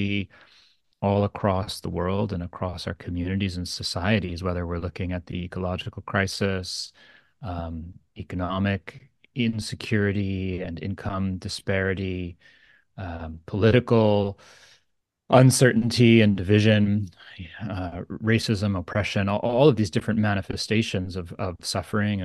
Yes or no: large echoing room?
no